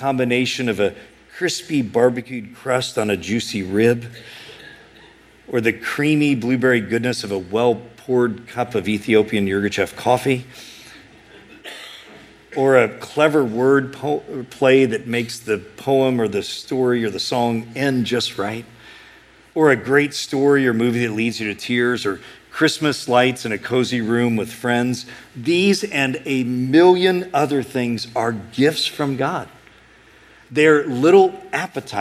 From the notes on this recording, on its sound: A sermon preached at Sojourn East.